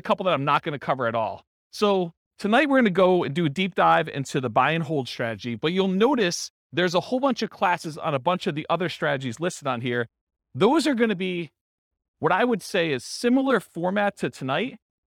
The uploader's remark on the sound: This was a live class recorded